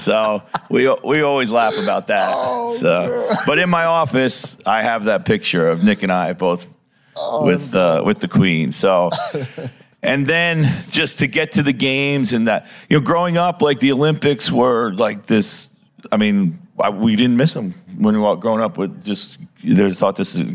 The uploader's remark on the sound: in a live podcast appearance from the NBA Crossover Conversations stage at All-Star Weekend In Indianapolis.